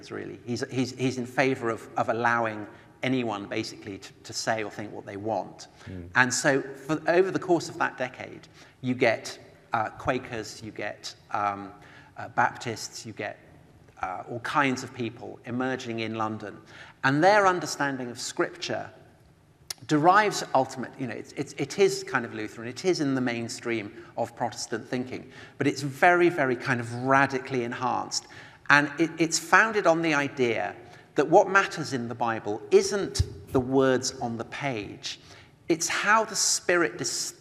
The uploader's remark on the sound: The second part of a conversation recorded live. At the IllumiNations Europe conference in Scotland.